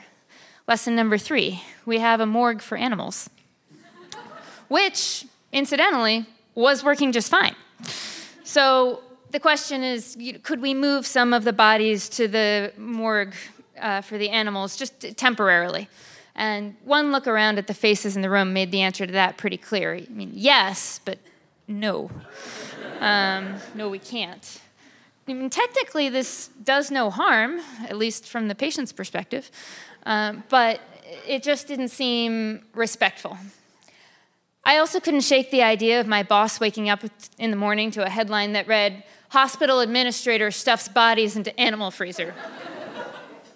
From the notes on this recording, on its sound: Live At The Morgue from The Nocturnists Podcast. Live at The Nocturnist.